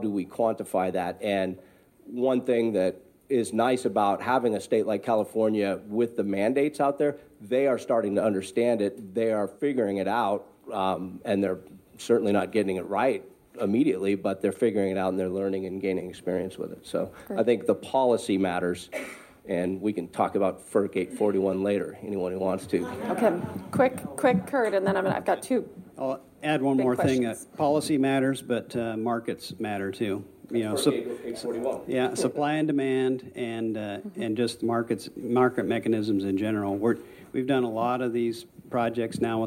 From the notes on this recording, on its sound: We are taking you to Sun Valley Idaho where we’ll sit in on a panel discussion featuring the voices of both local and global innovators.